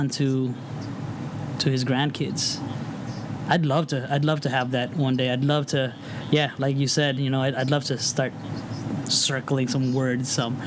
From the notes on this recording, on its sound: We apologize that there was some audio issues this week, and you may hear some background noise